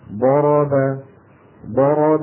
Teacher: يعني مثلا لو أخذنا كلمة مثلا ضرب، ضرب ضاء، الضاء رخوة، راء الراء بينية، باء الباء شديدة، الضاء رخوة، الراء بينية، الباء شديدة